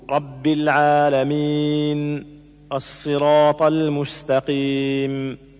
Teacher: إظهار النون والميم لدى الوقف عليهما بالسكون